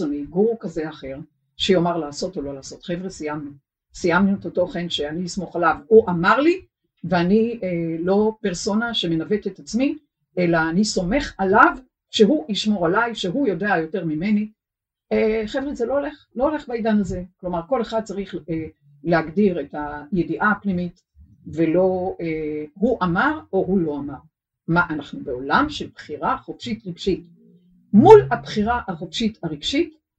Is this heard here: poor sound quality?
yes